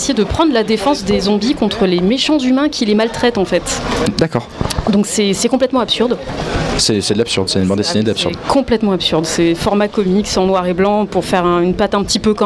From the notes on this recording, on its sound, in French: Plateau en direct lors de la Fête de la BD à Alès, 6e édition.